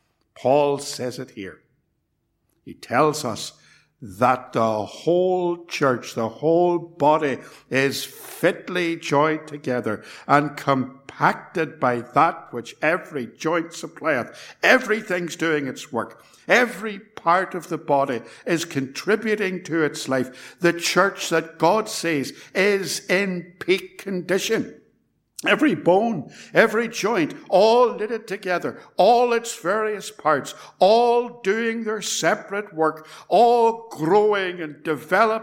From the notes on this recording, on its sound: It was recorded at Templepatrick Reformed Church and is reproduced here with their kind permission.